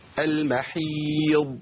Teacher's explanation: تسكين ميت، مفيش ريحة حركة